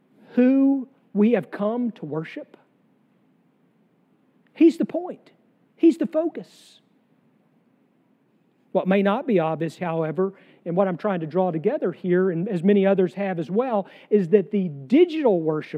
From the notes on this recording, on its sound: sermon from our worship service on July 2, 2023